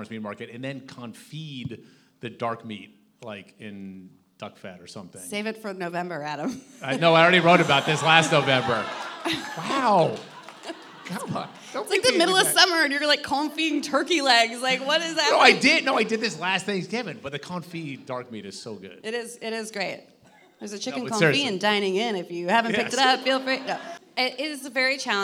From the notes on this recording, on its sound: we hosted a live recording (!!!) at The Bell House in Brooklyn